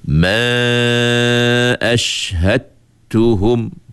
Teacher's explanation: Hilang terus huruf dal itu, masuk dalam huruf ta. Itu kita panggil idgham kamil. · Idgham kamil, maksud idgham kamil tu ialah kita menghilangkan keseluruhan bunyi huruf dal. Itu idgham kamil.